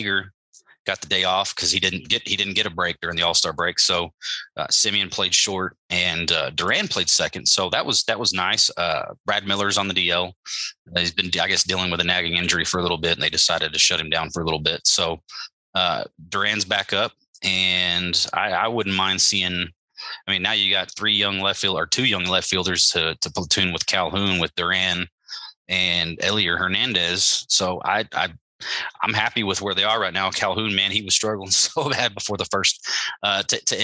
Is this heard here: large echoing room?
no